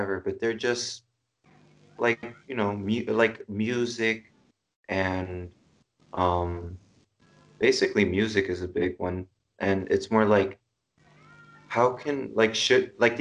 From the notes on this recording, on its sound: skype calls on this channel